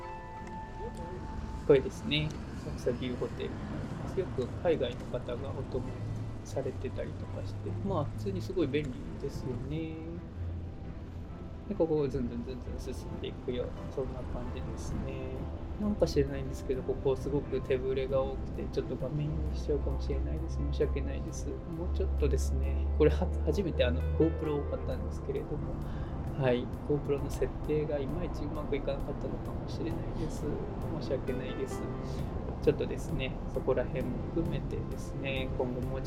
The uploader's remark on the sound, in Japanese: ロケ第1回_国際通り（東京都）。今回は「東京都の国際通り」を部長が 自転車 でお散歩してきました。この放送はYouTube用に撮影した動画の音声を放送したものです。